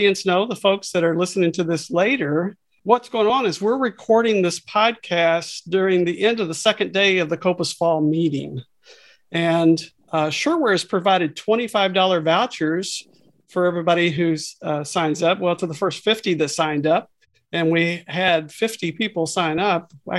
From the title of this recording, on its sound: Virtual Happy Hour